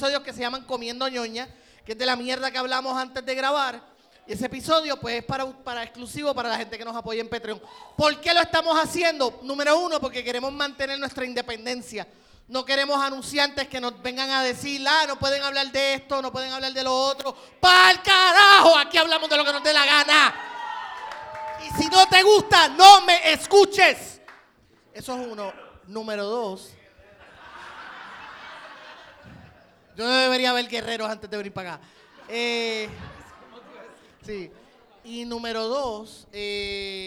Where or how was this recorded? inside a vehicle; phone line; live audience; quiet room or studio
live audience